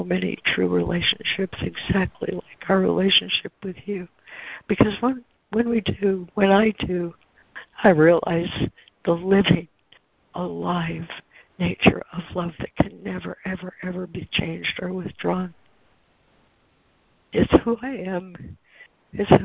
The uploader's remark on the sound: ACIM Daily Conference Call